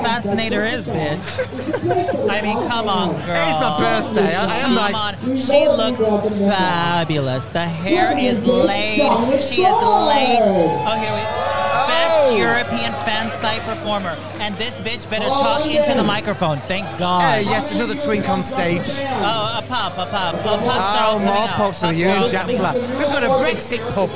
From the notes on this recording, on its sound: We finally made it to our very first LIVE broadcast and what better place to do it than from the Prowler European Porn Awards 2019 at Fire in London. Were there on the Red Carpet interviewing the biggest names in the Porn Industry then again Stage side where the action was for Awards.